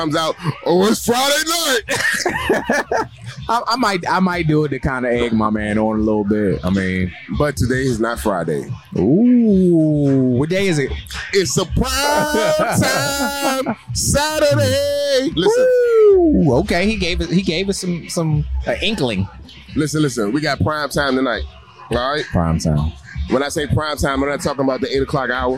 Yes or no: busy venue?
yes